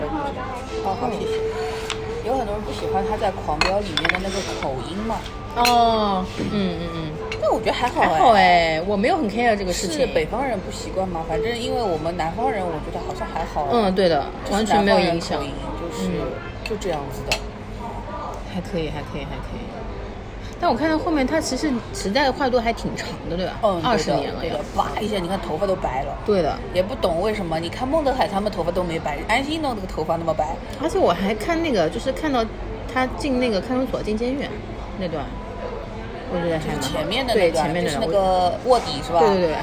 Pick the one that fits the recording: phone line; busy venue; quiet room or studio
busy venue